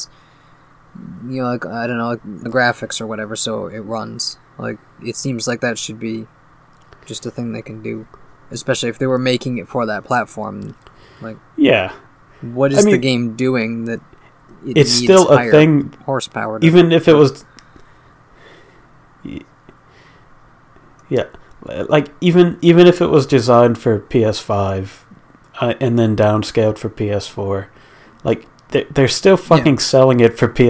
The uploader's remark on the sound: With apologies for the audio quality; it was clipping worse than usual this time.